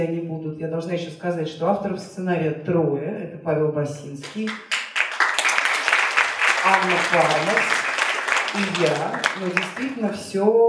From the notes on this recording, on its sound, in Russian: Встреча в Доме культуры "Ясная Поляна" в рамках фестиваля Толстой Weekend